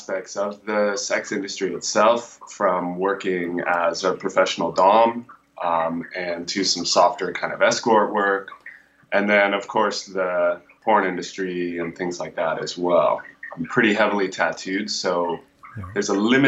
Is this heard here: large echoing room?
no